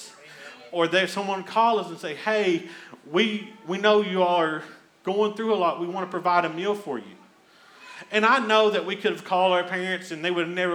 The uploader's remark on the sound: Here is a rebroadcast of our service from August 29th, 2021